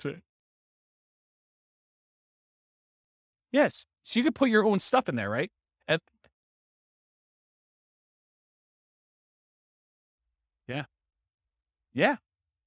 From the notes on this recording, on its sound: This was a live class recorded